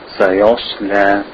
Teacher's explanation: Seen, the seen in the beginning, sa, yas, la, the lam is thin, and the seen is thin, sod is thick in the middle